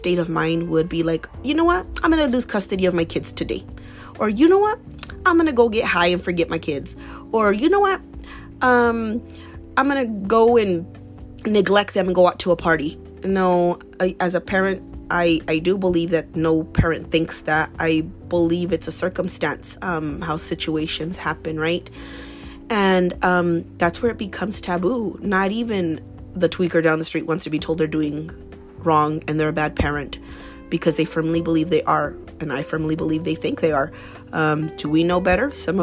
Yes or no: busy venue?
no